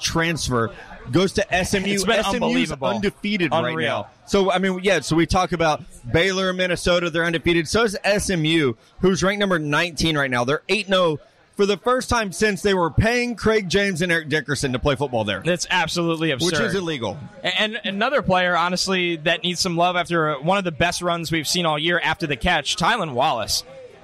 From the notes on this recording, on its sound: Live from London. Live from O'Neill's pub in London.